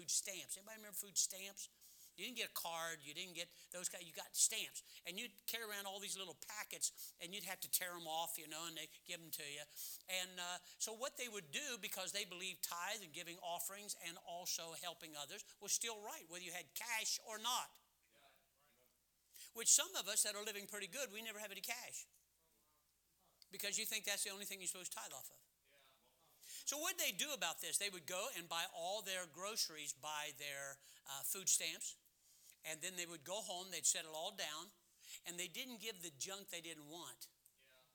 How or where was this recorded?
large echoing room